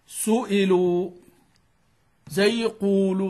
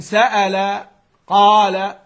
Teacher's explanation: ضمت الشفتين في الحالتين · Shown in: first take